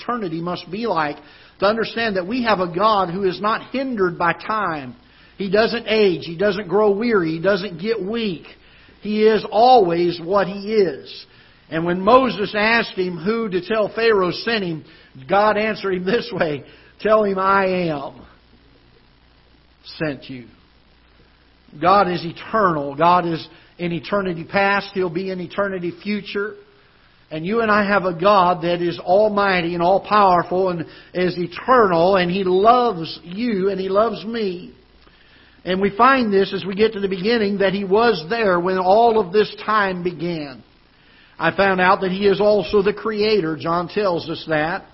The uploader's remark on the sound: Ketha Heights Baptist Church ~ Live Broadcast.